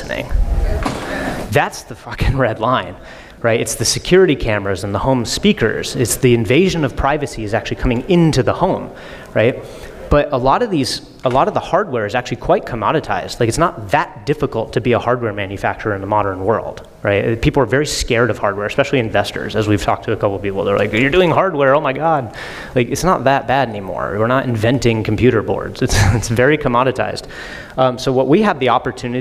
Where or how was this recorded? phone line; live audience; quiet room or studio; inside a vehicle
live audience